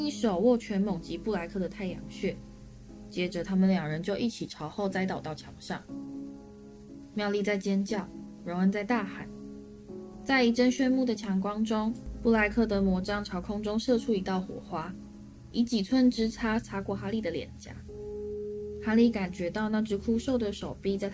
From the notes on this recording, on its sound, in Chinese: 這集錄音的時候不小心用到內建麥克風。已經盡量修雜音和調音量，音質可能會比以前差一點。